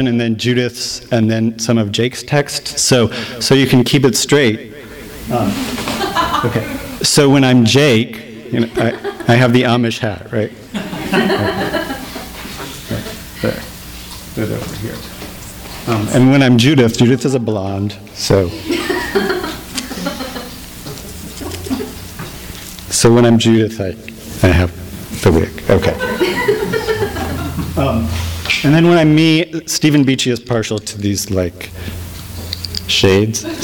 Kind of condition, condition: setting, live audience